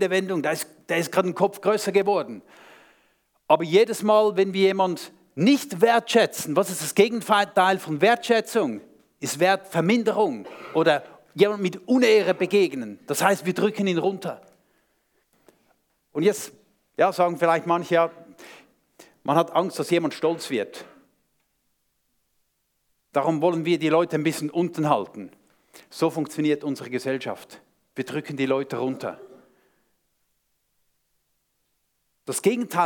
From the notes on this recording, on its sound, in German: Vortrag beim SUMMIT 2023